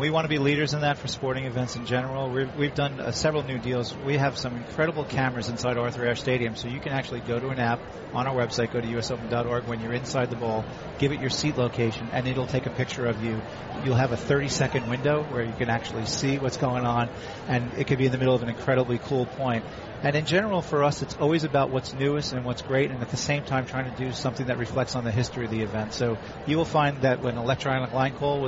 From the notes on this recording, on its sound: Live from the 2016 US Open.